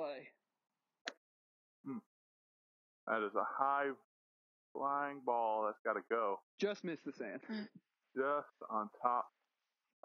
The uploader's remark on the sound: LIVE From the Course!!